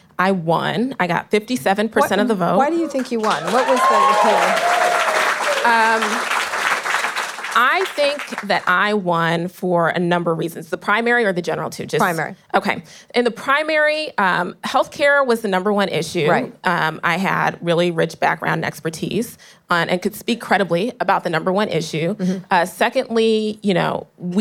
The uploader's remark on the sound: Live interview recorded on July 29, 2019 at Manny's in San Francisco.